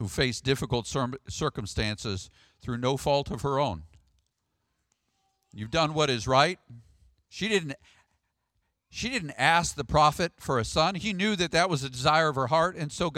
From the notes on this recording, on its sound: Sermon audio from the March 3rd, worship service.